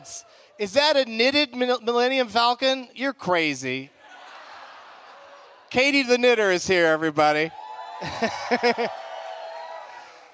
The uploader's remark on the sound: Back at the Gramercy Theatre in NYC